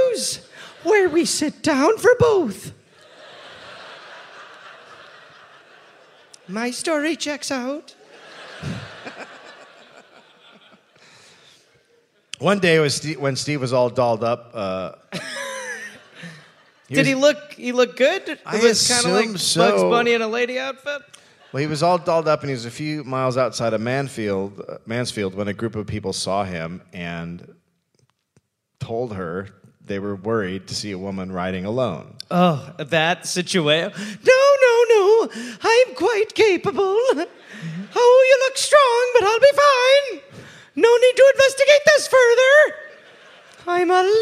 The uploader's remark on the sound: Recorded live in Perth, Australia.